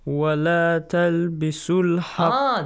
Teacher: You do not say, وَلَا تَلْبِسُوا الْحَقَّ. You should skip that long vowel, ooh sound. · Term: hamzatul wasl